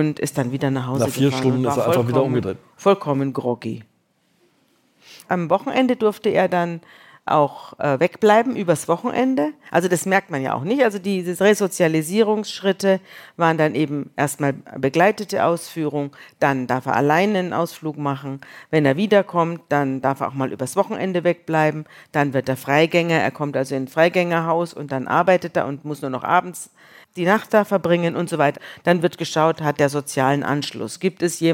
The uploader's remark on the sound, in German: In Leipzig vor Publikum.